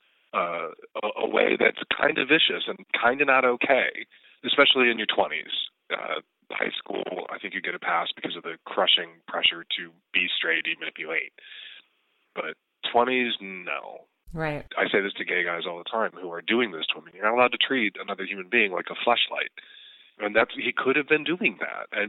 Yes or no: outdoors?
no